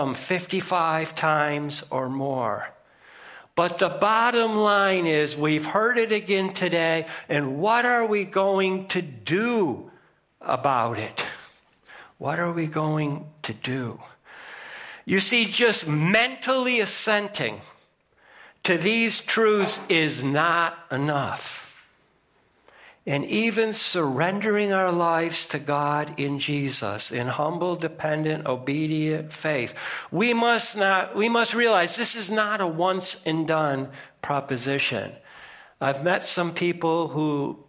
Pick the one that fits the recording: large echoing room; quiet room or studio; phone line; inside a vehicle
large echoing room